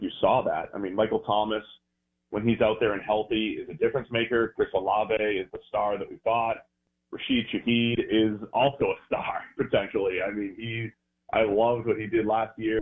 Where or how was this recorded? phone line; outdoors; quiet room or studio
phone line